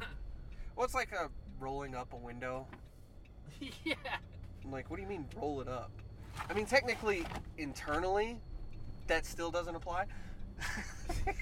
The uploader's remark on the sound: recorded a bunch of these in the truck